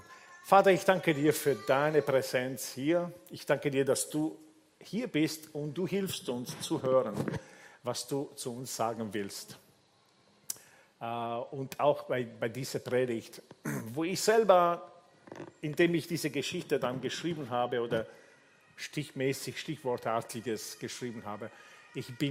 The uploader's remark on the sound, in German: Gottesdienst live aus der LIFE Church Wien.